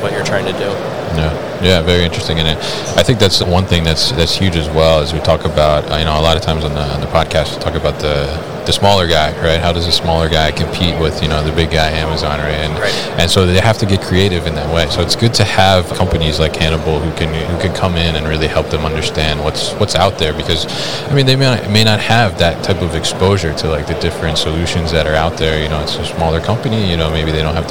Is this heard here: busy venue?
yes